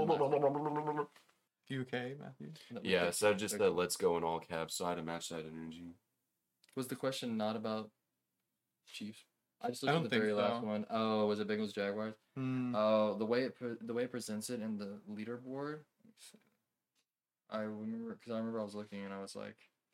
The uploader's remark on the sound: Due to software limitations we are posting the video podcast without the remastered audio. It is edited down to cut out pauses and breaks.